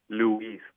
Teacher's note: There's an emphasis on the U